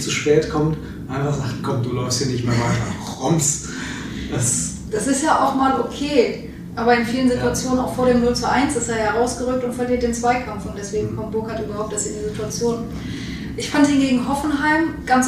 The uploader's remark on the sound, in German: Allen Tonproblemen zum Trotz